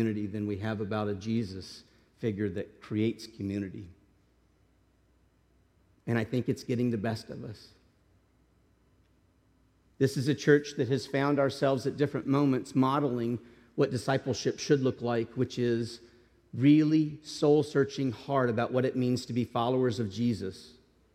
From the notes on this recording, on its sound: This message was delivered as a sermon to the congregation.